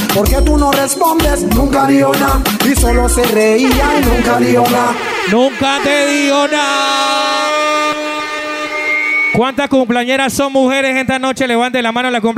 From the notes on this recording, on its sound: Live Session at 5to5 Hotel Hilton Panamá